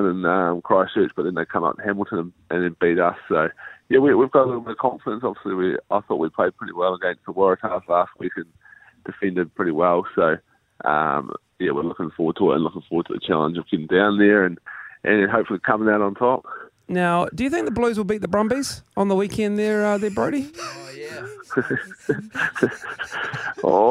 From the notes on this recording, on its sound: We were joined on the phone.